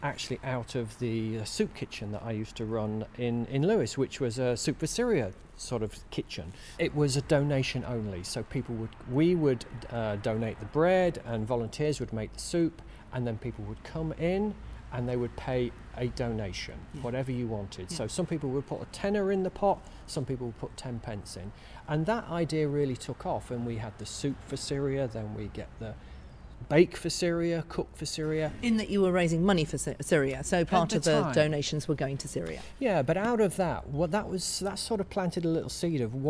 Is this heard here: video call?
no